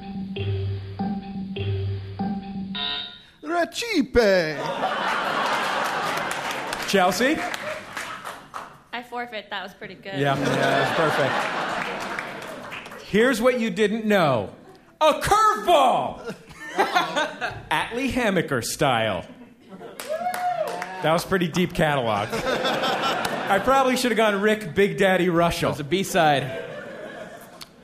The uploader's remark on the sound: Taped live at SF Sketchfest.